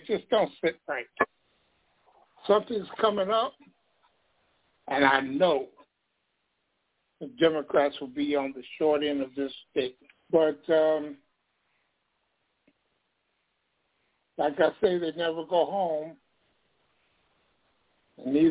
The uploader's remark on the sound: Live & Call-In. Working political talk radio.